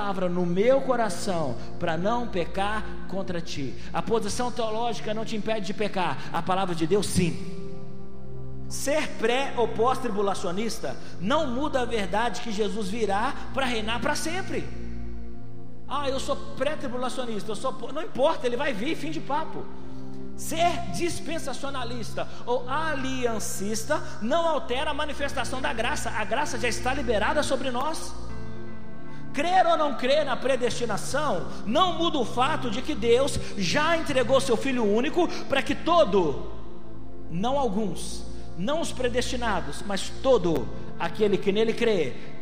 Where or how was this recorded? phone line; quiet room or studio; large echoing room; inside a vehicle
large echoing room